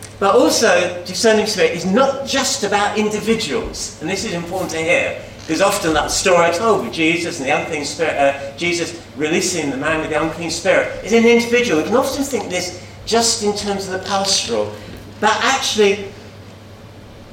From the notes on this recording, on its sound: At King's Church, Cockermouth, as an audio file.